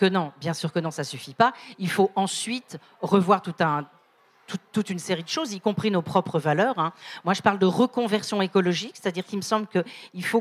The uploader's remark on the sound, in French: Conférence enregistrée en public à la REcyclerie, lors de la sortie du livre "Dernières limites" (Rue de l’échiquier, 2023).